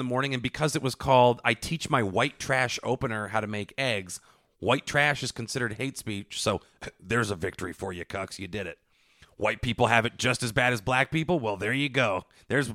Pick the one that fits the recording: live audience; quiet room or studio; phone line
quiet room or studio